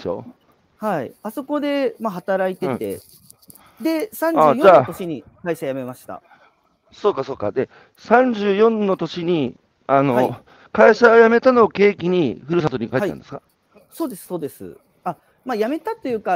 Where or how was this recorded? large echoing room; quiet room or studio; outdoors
outdoors